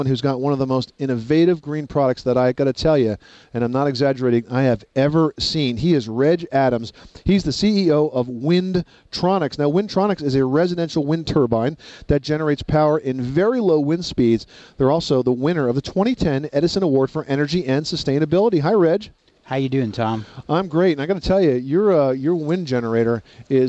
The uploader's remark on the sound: Live broadcast from the 2010 National Hardware Show in Las Vegas, Nevada.